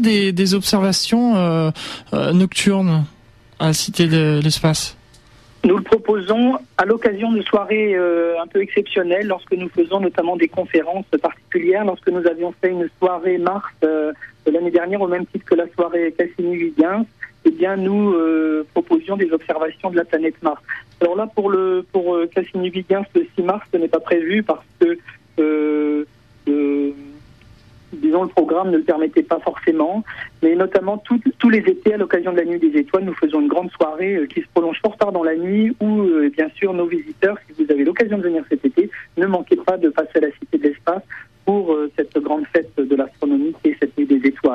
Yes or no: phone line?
yes